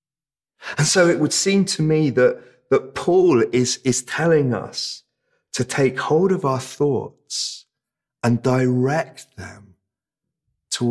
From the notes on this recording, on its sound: This sermon was preached at Welcome Baptist Church on Sunday 24th April 2022.